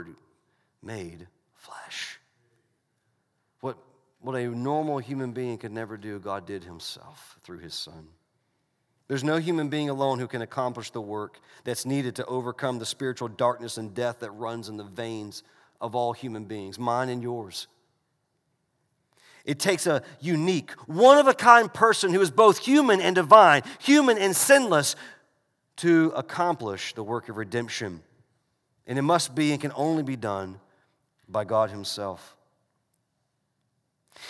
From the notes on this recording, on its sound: This message was delivered during the Sunday morning gathered worship service in December 2019 at Covenant Baptist Church, Valdosta, Georgia.